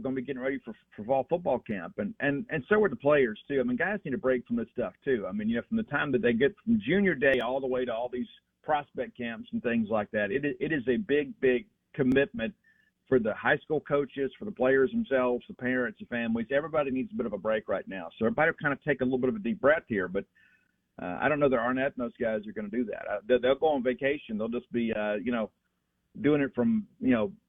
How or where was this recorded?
phone line